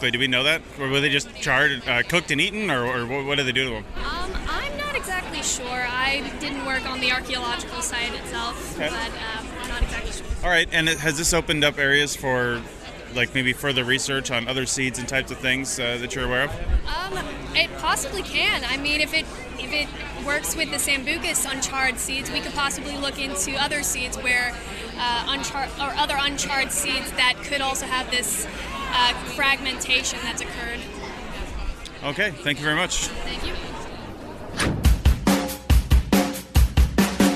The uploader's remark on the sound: Society for American Archaeology Meetings in Washington, D.C. Today's episode contains segments recorded in the poster room and the exhibit hall.